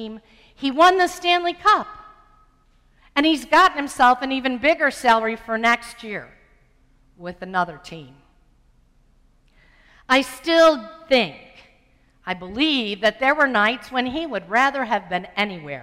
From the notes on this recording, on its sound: Sermon preached on Sunday, August 2, 2015. At First Presbyterian Church of Arlington Heights, Illinois.